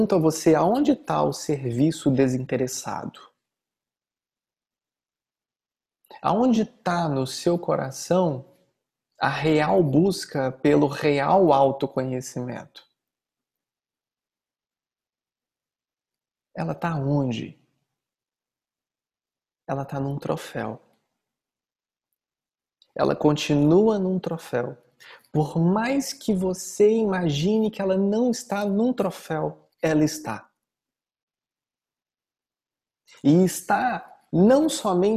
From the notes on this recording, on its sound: Online via Zoom